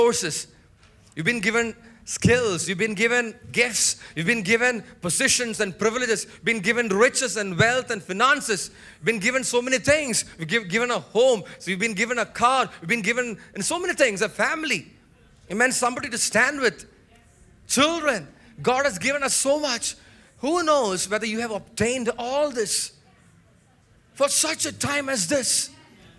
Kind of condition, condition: setting, large echoing room